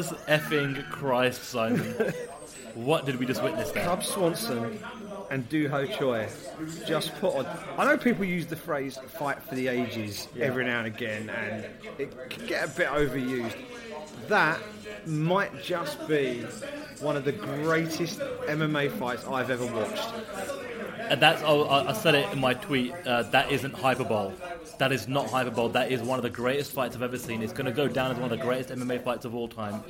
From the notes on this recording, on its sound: watched the action unfold from the viewing party at the Grosvenor Casino Russell Square in London